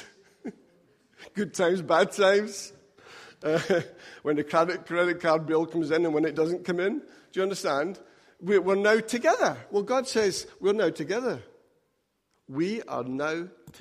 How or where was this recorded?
large echoing room